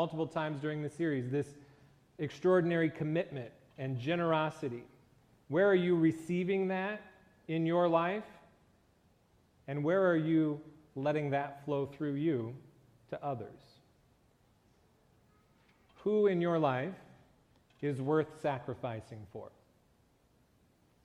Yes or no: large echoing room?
yes